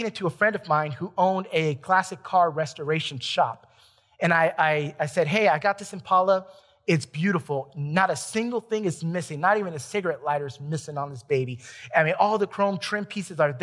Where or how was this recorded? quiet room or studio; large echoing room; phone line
large echoing room